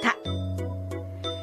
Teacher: 舌先が上顎の裏の上の前歯のところにしっかりとついて発音する